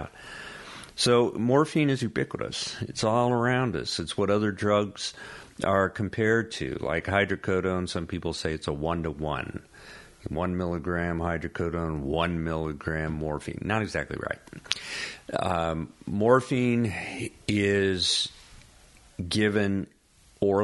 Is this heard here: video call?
no